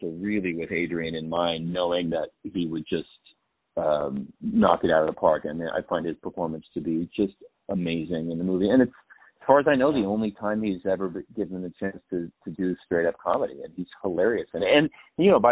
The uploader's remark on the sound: On the phone